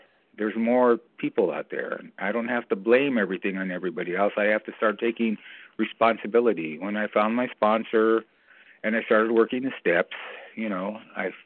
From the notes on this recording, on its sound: From the 100 Pounders Phone Meeting.